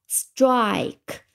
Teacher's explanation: 面呢，和 struck 的基础意思常常可以混用嗯，是，有些时候还可以替换着用，但是 struct 呢，感觉更书面化一点。我们先来看一下 struct 的一个拼写，呃，也蛮简单的，符合读音规则，strike。那么基本上，I 是一个长音，那么就是字母 I。那当我们知道，当 I 发长音的时候，我们知道最后就有一个钥匙，这个钥匙呢，就是那个不发音的意，但是有了这个不发音的意呢，前面的这个元音，前面的这个 i 就发成了一个长音